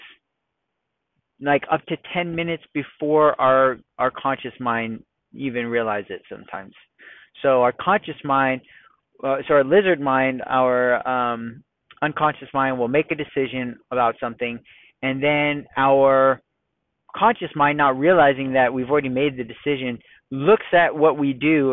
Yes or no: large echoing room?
no